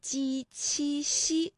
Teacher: 清乾隆年间，翟村村民在重修文昌阁之际，邀请到当地一位叫赵青黎的进士题写诗词。当赵青黎来到桃花潭后，发现村民们对李白当年游访桃花潭的故事依旧津津乐道，并且流传着汪伦书信邀李白的到访缘由，他便将这段桃花潭的趣闻轶事告诉了自己的好友清代著名诗人袁枚。那由此随园诗画当中便有了汪伦和李白的身影。好，讲到这里呢，我们也想稍微的休息一下哈，和大家分享一下今天的语音知识点。我们今天呢学习的是鸡、七、西这三个声母的发音呢，专业的说法呀就是舌面的前部和硬腭的前部接触或者是接近构成了阻碍啊。那比如说呢，我们可以这么来理解，就是我们的气流呢从后面往前发的时候啊，这个硬腭前部和舌面前部构成了一个阻塞，然后呢这个慢慢的这个阻塞又离开了，气流呢就从窄缝当